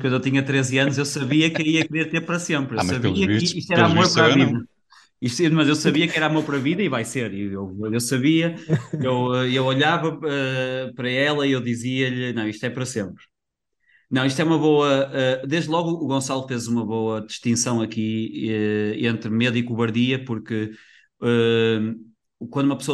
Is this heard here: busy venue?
no